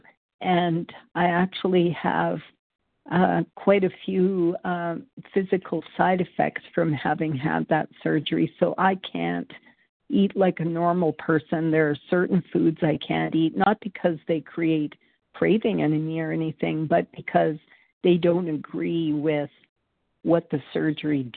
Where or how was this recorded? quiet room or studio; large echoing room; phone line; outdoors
phone line